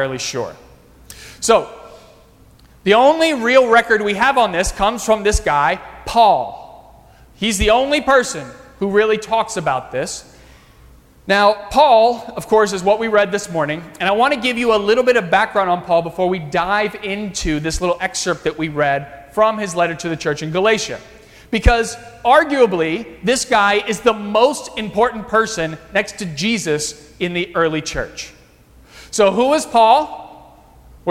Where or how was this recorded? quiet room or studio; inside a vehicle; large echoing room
large echoing room